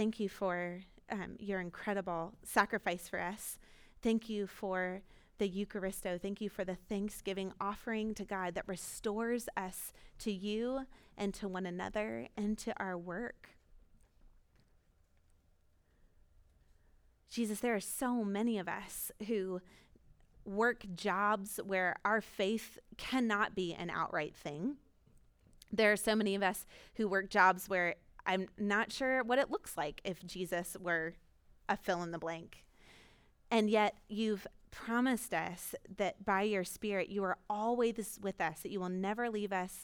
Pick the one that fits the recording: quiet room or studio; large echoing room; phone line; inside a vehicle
large echoing room